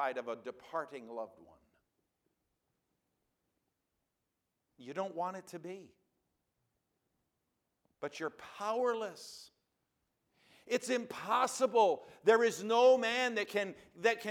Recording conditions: large echoing room